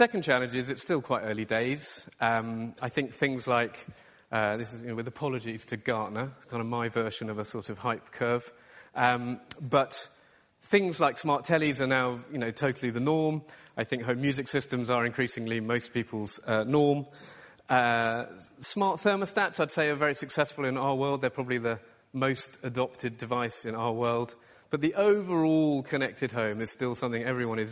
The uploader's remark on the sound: From our 2017 conference Insurance Innovators Summit